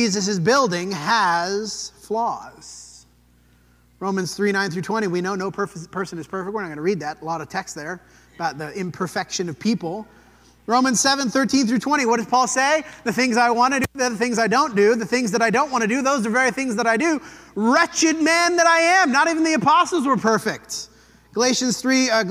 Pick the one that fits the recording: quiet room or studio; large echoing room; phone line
large echoing room